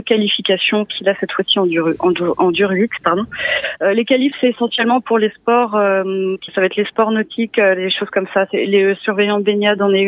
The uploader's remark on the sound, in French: Nous avons reçu (par téléphone) au micro de Timbre FM.